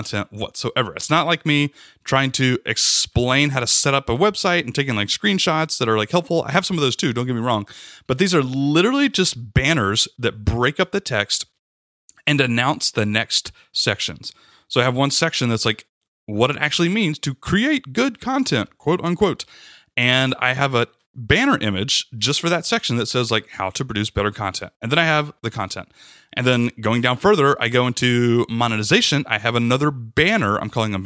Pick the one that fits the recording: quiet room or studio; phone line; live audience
quiet room or studio